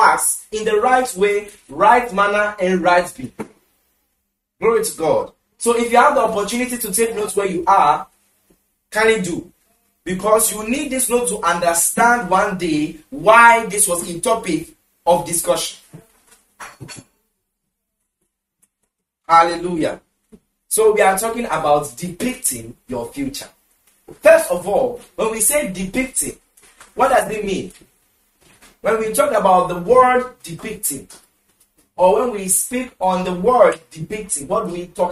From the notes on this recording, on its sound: Conference for Love Arena Denomination held at the Love Arena Church, Ghana.